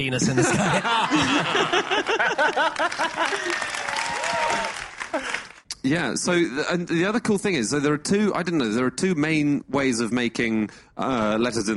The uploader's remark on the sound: Live from the Udderbelly Festival